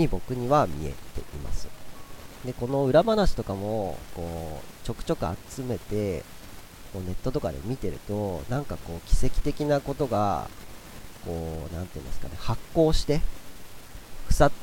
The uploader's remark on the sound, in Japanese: 謎のノイズが混じっており、お聞き苦しくなってしまっているみたいです。Stand.fm。